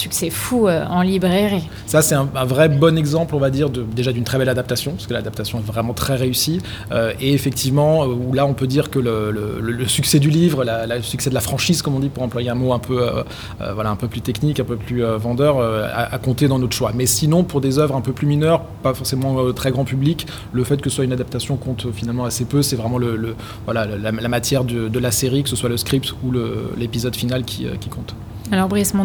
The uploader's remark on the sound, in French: Enregistré à Marseille Series Stories. Enregistré à Marseille Series Stories dont BetaSeries était partenaire.